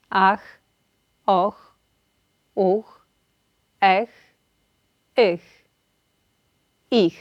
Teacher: Polskie ch wymawiamy unosząc tył języka i tworząc dosyć obszerną szczelinę z podniebieniem miękkim, jak podczas chuchania, gdy jest zimno.